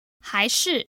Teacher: A second tone 还 and a fourth tone 是